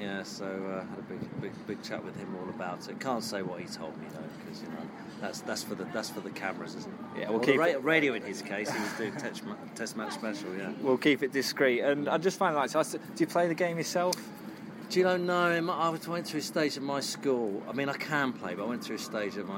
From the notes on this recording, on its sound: At the Lord's Test match. Interviews recorded during the Test match.